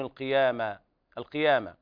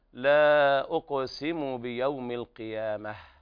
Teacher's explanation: وهنا تاء التأنيث يوقف عليها بالهاء لأنها تاء مربوطة، ففي حال الوصل تقرأ تاء وحال الوقف تقلب هاء، فيكون النطق هكذا لا أقسم بيوم القيامة، والهاء ضعيفة ولا داعي للمبالغة فيها · Shown in: second take